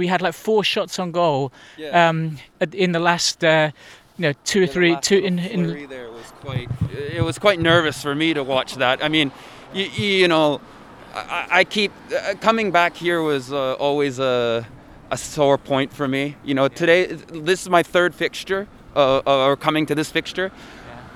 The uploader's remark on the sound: As usual we find ourselves walking back to the station from the Nissan Stadium after the Yokohama F.